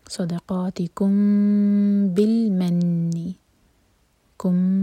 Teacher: صاد اور قاف ہیوی صدقاتکم بالمن کم یہاں پر اخفاء شفوی میم کو ہولڈ کریں گے لیکن ہونٹوں کو ٹائٹ بند نہیں کریں گے